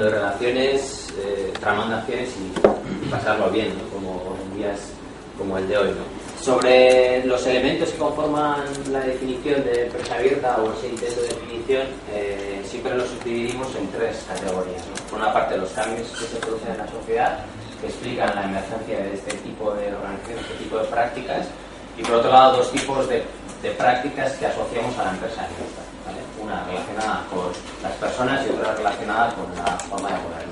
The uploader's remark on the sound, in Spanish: al comienzo de la jornada de Economía Abierta realizada en Eutokia ha sido grabada en video